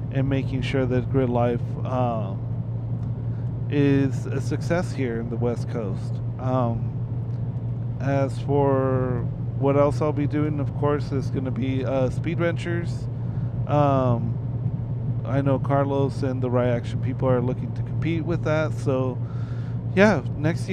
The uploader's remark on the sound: On my drive back from the Laguna Seca festival, I shoved a mic on my harness and was able to make a podcast. Sorry about the ambient noise.